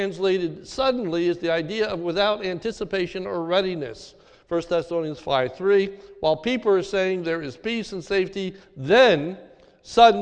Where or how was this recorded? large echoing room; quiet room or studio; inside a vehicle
large echoing room